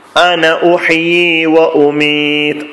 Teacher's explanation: എന്നാൽ കൂട്ടി വായിക്കുമ്പോൾ നമ്മൾ ചേർത്ത് വായിക്കുമ്പോൾ അന എന്ന് അല്പം നീട്ടിയിട്ടല്ല പറയാം